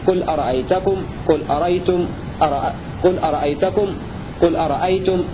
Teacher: قرأ باقي القراء بتحقيق الهمزة